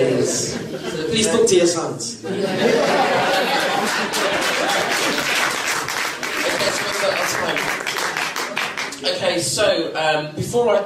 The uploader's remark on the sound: This recording was part of the Bass Rewind Session on the 12th February which took place at the Jamaican High Commission to coincide with Reggae Month.